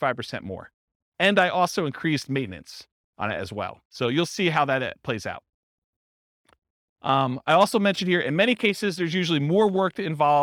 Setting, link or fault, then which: setting, live audience